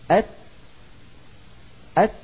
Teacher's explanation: محبوسا خرج، كذلك الأمر بالنسبة للتاء، أت أت بهذه الحبسة، الحبسة انحبس الصوت خلف اللسان فخرجت صفة الشدة، أت فبابتعاد طرف اللسان عن مخرج التاء اندفع الهواء الذي